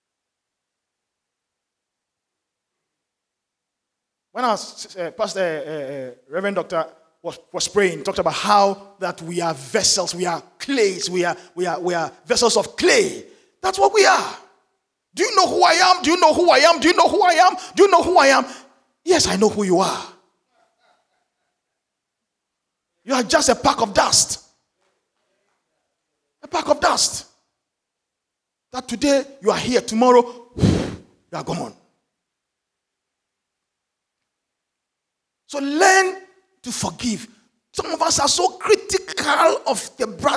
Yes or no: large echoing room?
yes